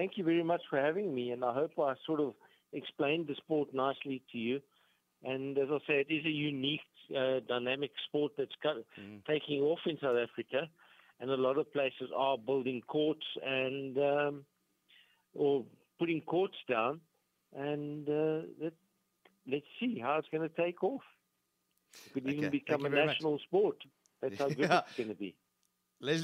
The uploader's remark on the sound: Guest 1 on the line